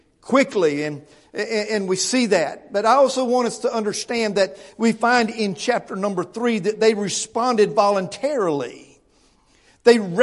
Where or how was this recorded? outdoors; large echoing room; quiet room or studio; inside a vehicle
large echoing room